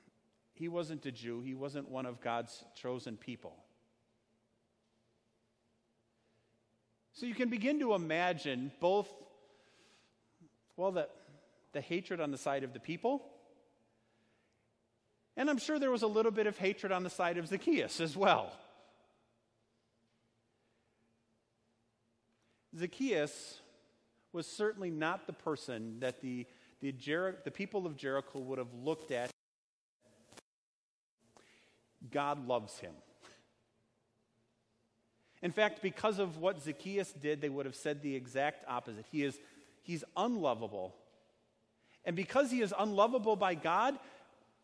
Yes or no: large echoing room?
yes